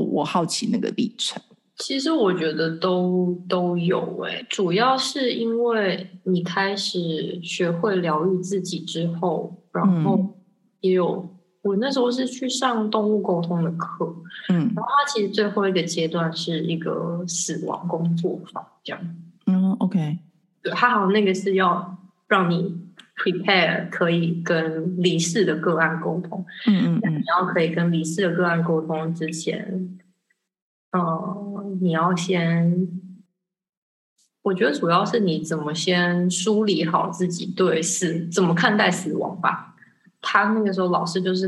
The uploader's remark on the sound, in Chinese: 這集因為遠端連線，錄音品質比較差一點